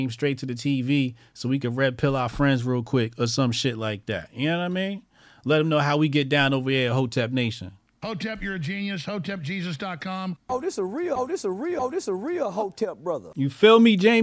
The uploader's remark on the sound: The Grift Report (Call In Show).